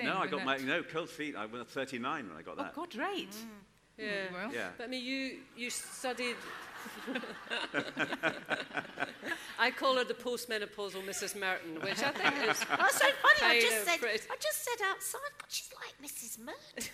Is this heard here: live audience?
yes